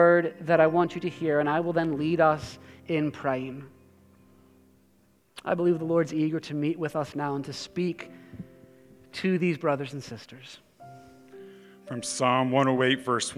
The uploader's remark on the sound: preached this sermon at Covenant Fellowship Church on January 29, 2023.